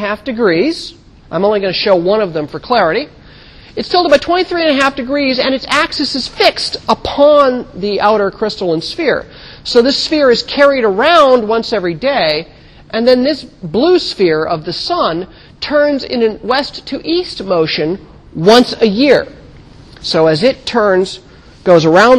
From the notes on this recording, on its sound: In 1000 McPherson Lab on the Columbus campus of The Ohio State University.